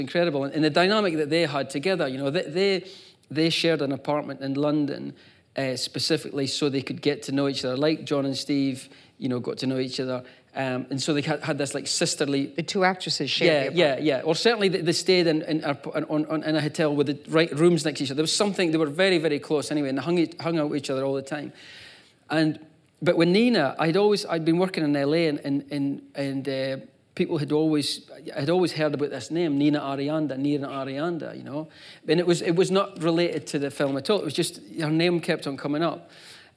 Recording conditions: live audience